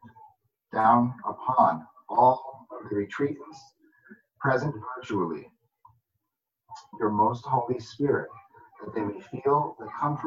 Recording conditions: video call